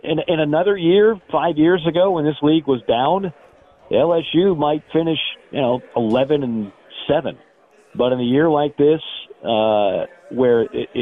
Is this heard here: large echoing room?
no